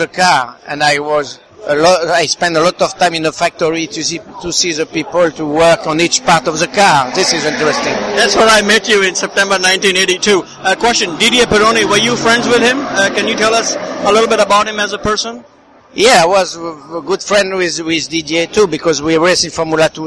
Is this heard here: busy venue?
yes